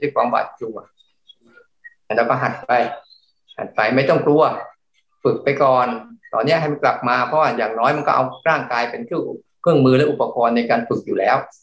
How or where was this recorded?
video call